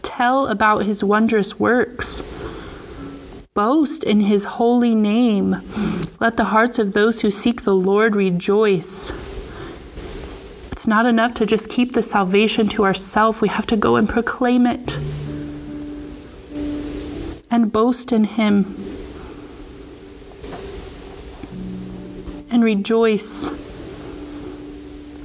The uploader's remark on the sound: The audio is not the best as you can hear the instrumental music in the background here and there throughout. This teaching is from our Monday evening Bible Study Meeting.